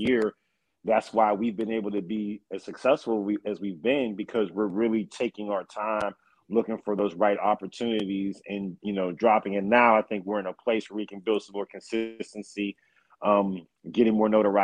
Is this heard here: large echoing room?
no